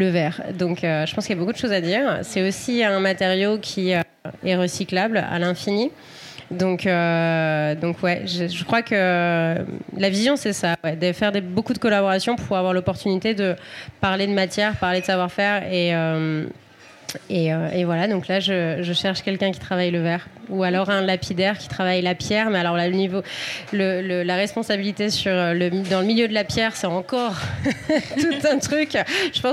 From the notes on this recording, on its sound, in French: Enregistré en live à la Recyclerie à Paris en partenariat avec Weslow, accélérateur de marques engagées mode et lifestyle.